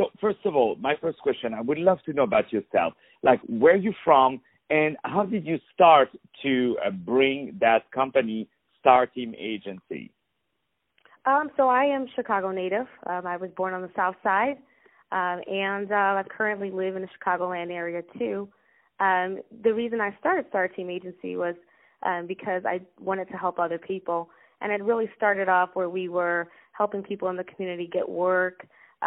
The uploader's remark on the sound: Interview on the phone